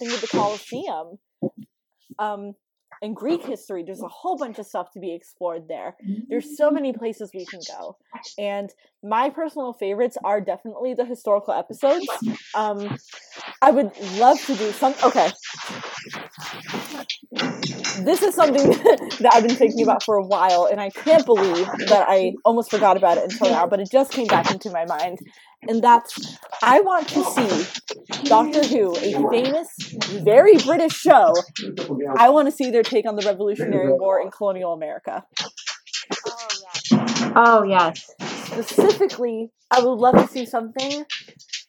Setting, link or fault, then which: fault, background noise